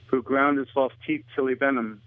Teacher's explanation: One example is the dropped H in the pronouns his, him, and he.